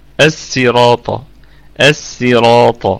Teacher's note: ليست صادا لكنه يقرأها بالسين